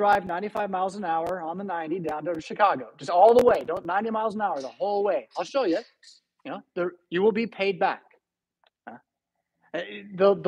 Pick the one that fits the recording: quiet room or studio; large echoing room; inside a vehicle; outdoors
large echoing room